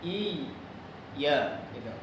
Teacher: Iyyaka ada tasydid juga berarti ada dua huruf. Berikan dia waktunya yang sempurna.